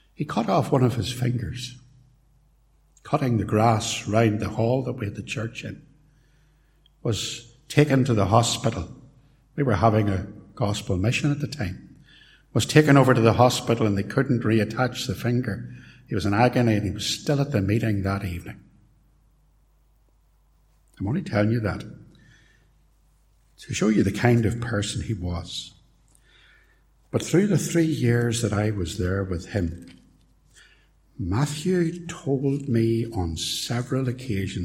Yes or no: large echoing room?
yes